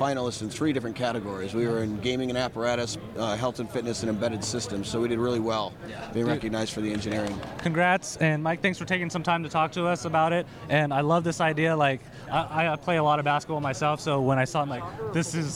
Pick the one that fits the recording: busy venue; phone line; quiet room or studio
busy venue